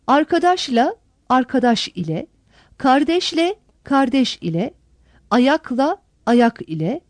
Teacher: İle sözü ünsüzle biten kelimelere ek olarak getirilince başındaki i ünlüsü düşer ve büyük ünlü uyumuna uyar